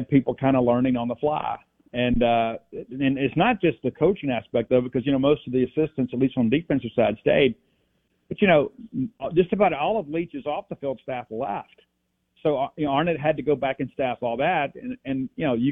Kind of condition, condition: link, phone line